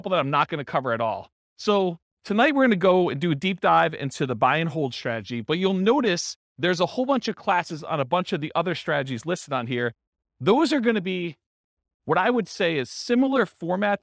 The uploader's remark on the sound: This was a live class recorded.